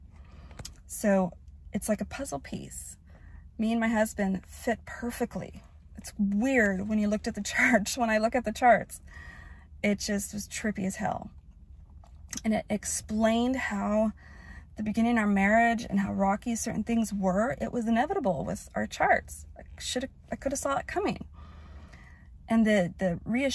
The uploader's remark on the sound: Sitting in my car